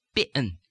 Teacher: the word bean is going to be in Russian, bien, with that two-stage vowel